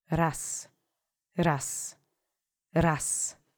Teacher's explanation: the Z softened into an S